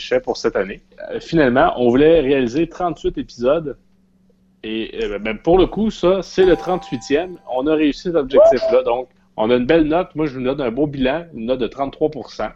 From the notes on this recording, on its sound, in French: Enregistré sur appel vocal Facebook